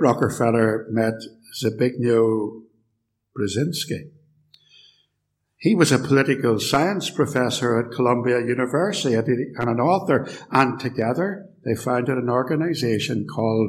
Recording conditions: large echoing room